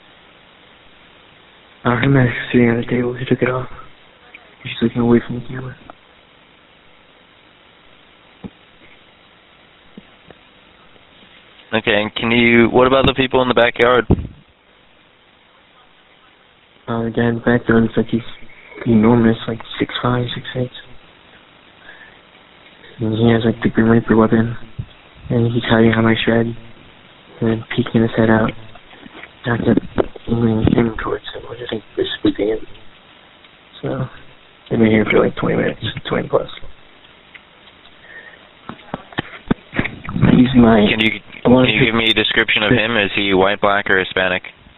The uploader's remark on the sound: 911 call audio. The Sarasota County Sheriff's Office has redacted some personal information from the audio.